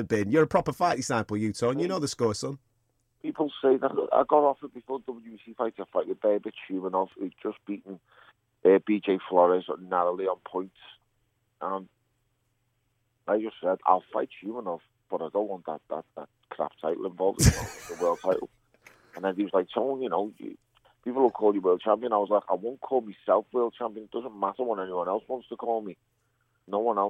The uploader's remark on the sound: A PHONE CALL